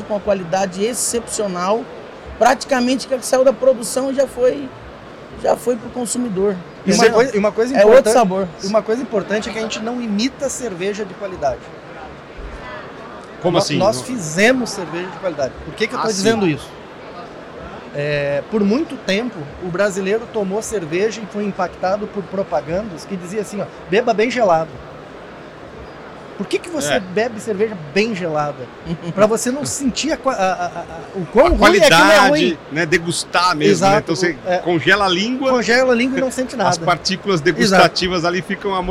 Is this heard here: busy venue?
yes